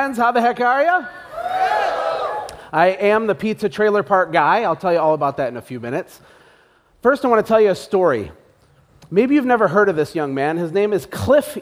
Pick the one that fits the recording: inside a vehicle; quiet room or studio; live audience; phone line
live audience